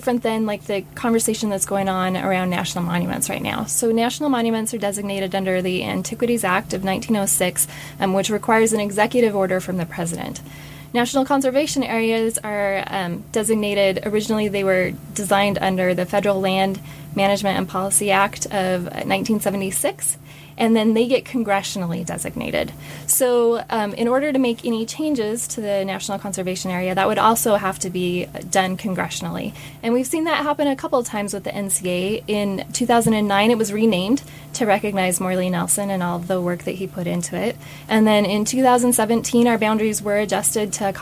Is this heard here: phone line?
no